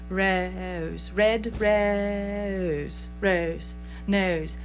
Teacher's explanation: But England, especially London, has the e prefix right before the o.